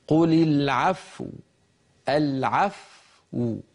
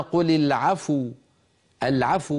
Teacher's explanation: ننطق الفاء ساكنة ثم نضم الشفتين · Shown in: first take